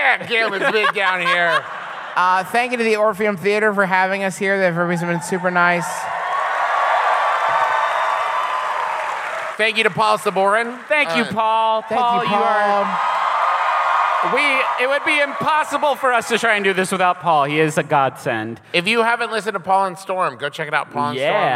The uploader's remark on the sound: Enjoy our recent live show from New Orleans!